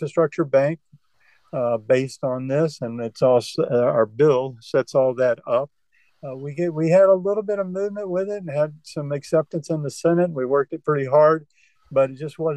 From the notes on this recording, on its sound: Open Forun in The Villages. This episode was recorded remotely via Zoom. Thus the audio quality was far below standard.